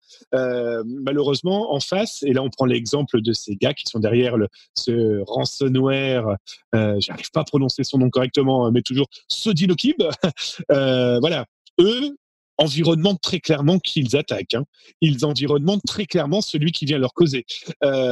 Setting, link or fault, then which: link, video call